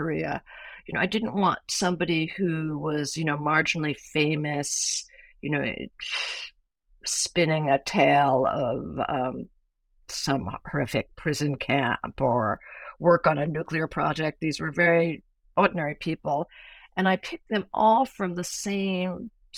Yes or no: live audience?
no